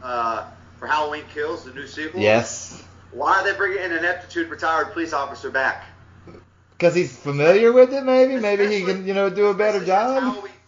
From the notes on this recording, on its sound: There's a tad bit of sound issues on this one